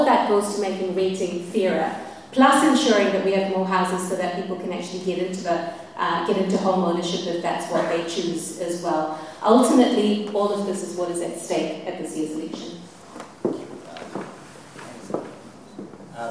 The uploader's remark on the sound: 'Meet the Candidates' event at St Peter's Anglican Church. A recording of the ‘Meet the Candidates’ event that just took place on the evening of Saturday 30th September.